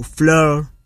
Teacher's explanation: Ơ phát âm mở hơn e và tròn môi